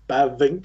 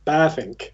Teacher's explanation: So it's a slightly longer A. And then the V is pronounced more like an F. · Shown in: second take